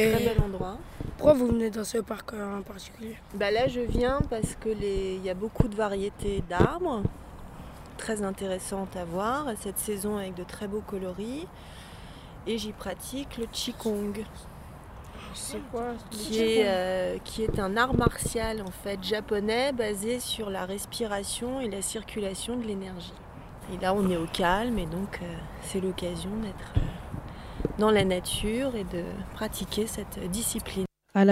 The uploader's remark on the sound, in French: une promenade sonore au Parc Départemental de L'Ile-Saint-Denis